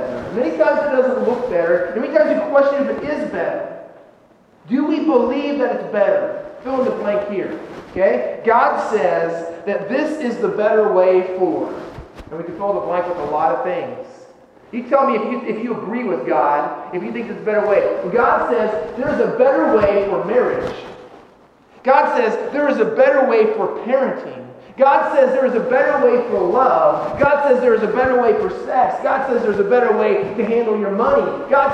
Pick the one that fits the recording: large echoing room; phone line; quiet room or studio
large echoing room